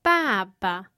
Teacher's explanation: The first syllable has a falling pitch. The second syllable has no tone at all. · Term: neutral tone